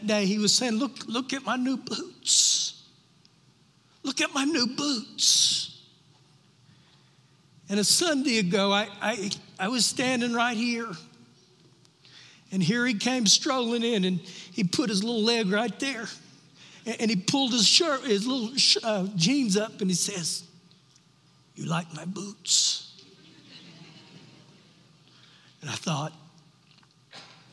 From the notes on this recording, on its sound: Recorded live during our Wednesday night service